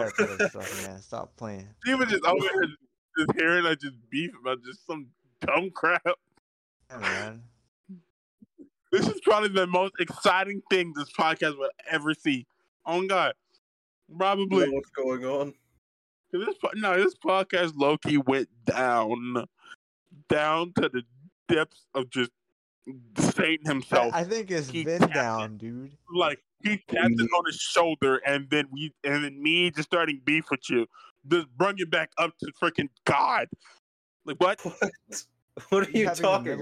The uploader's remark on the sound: This was a very chaotic episode. We tried out a live podcast in discord. Things weren't going right.